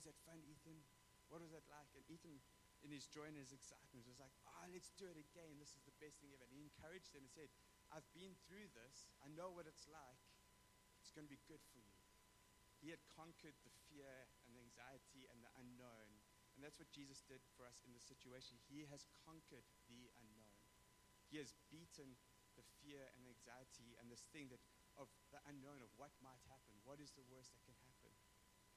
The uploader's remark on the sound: We apologize for the low sound quality, the issue will be resolved for the next recordings.